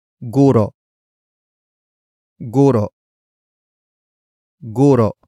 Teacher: Note the glottal stop at the end.